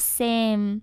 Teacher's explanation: same，它是一个闭口的鼻音。所以呢，发出的这个音的时候，这个尾音啊，是要亲闭自己的嘴唇的 · 它是一个闭口的鼻音，所以呢，发出的这个音的时候，这个尾音啊是要轻闭自己的嘴唇的